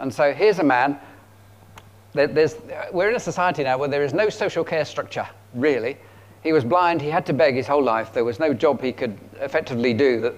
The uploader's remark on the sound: At King's Church, Cockermouth, as an audio file.